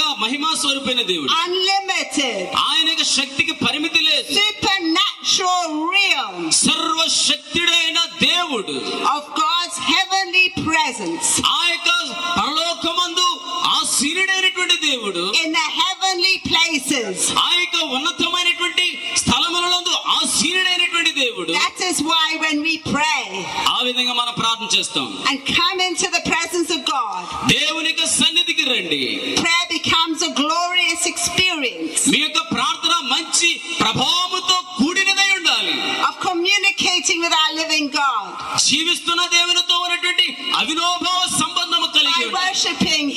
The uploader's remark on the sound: Recorded live at rally in India